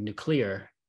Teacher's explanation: stressed the second syllable